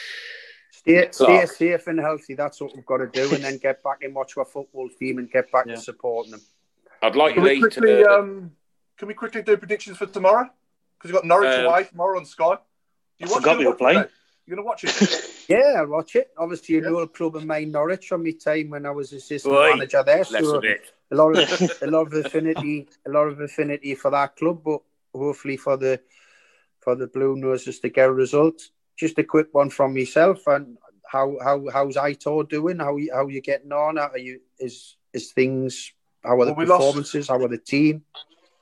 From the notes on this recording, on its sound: recorded via Zoom